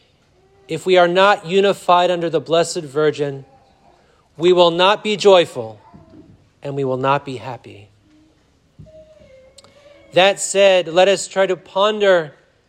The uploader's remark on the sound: Sermon preached at Blessed Virgin Mary Church Warners, NY SSPX